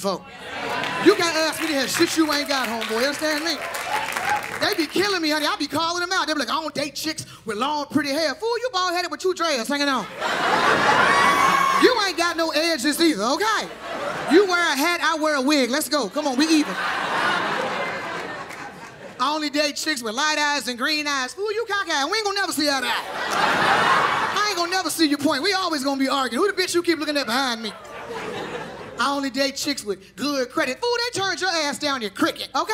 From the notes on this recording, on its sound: This one hour special taped Live from Tribeca in New York City.